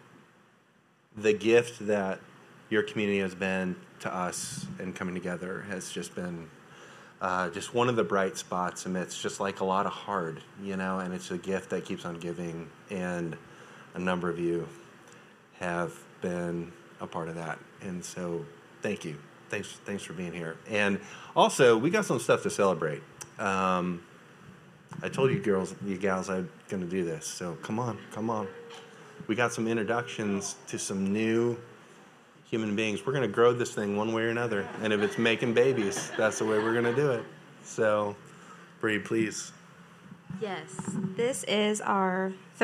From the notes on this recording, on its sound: A recording from Vision Night 2023.